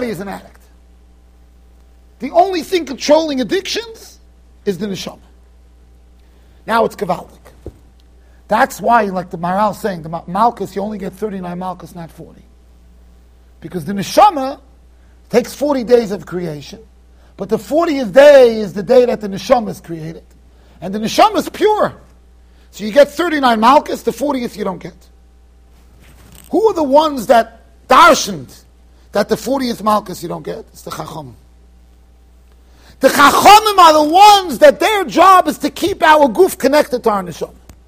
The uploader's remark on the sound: Shiur recorded in Yeshivas Ohr Reuven, Monsey NY.